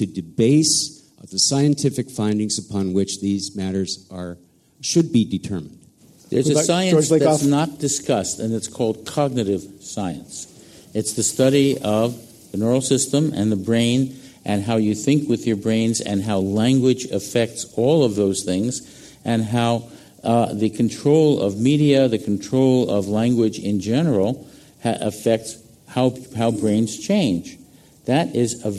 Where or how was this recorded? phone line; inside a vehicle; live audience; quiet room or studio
live audience